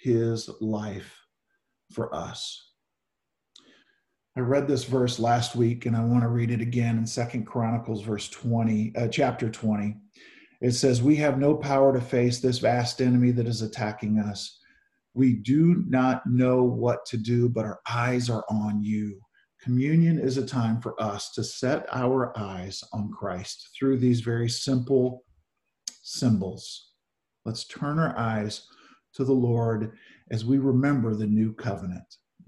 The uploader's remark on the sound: Zoom Sunday 7-5-20 (Audio)